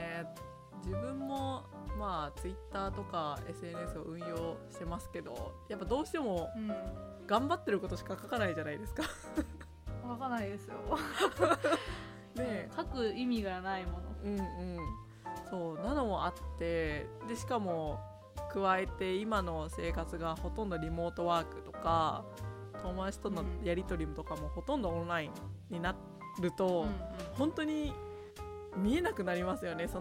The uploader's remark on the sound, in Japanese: 今回、編集の関係上音声が少し小さくなっております。